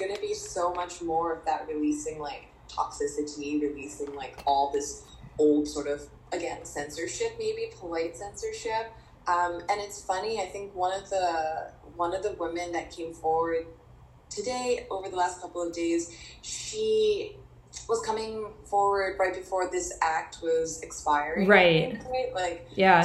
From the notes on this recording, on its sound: excuse the sound quality!